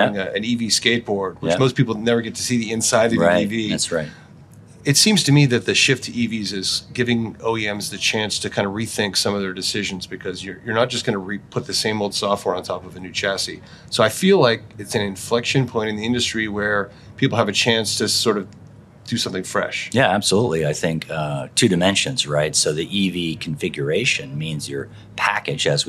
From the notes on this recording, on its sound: Filmed live at the Consumer Electronics Show 2024 (CES 2024). In the podcast studio at the Sonatus booth.